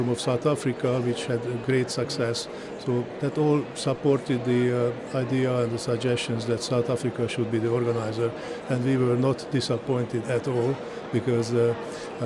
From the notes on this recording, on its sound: We continue our broadcast live from the Cape Town International Convention Centre where the Department of Science and Innovation is hosting the World Science Forum.